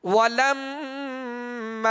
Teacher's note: میم مشدد میں غنہ کریں گے اور میم کے آگے الف مدہ ہے، الف سے پہلے زبر ہے لہذا الف کو ایک الف کی مقدار میں کھینچنا ہے.